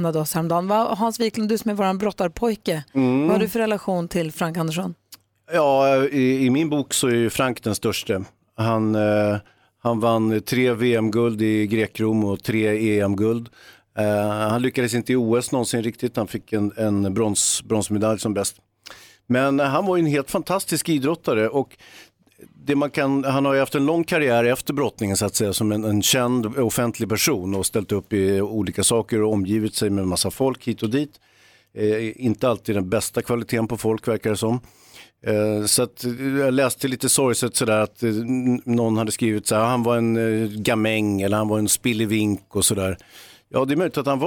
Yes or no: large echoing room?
no